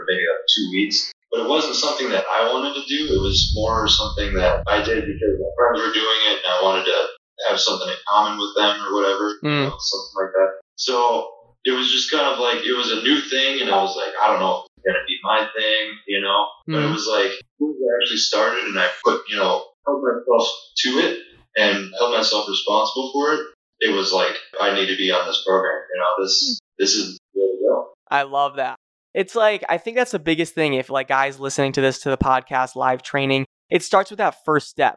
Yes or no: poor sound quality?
yes